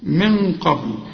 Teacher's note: هنا بيحصل غنة وبنخفي من قبل، لكن الغنة هنا مفخمة علشان القاف مفخمة